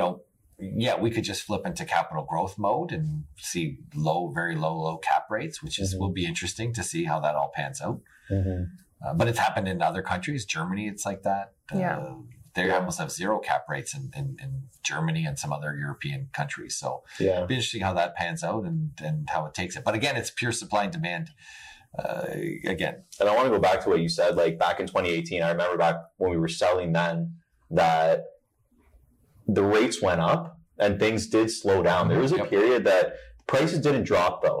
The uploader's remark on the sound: AUDIO GLITCH. We apologize for the poor audio for this week's episode. Even with the lower audio quality.